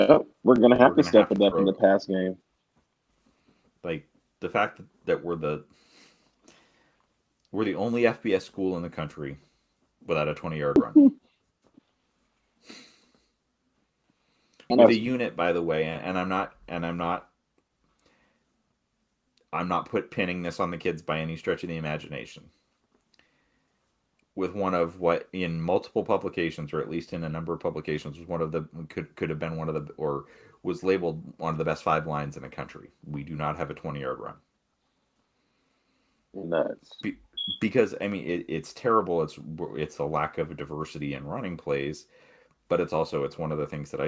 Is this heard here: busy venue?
no